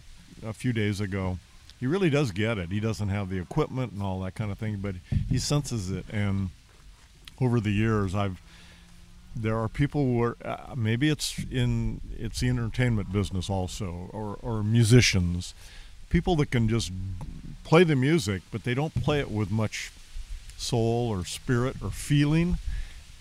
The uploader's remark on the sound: We sat outside on the back deck, apologies for the windy background.